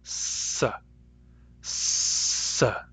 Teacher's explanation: Specifically, it's an alveolar sound, which means it's made with the tip of the tongue against the alveolar ridge, which is that bony ridge behind the teeth